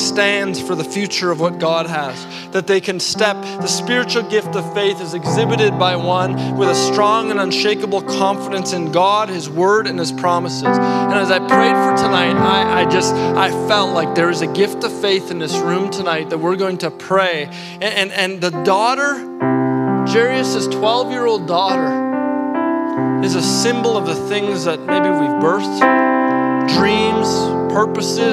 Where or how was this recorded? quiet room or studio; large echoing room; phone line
large echoing room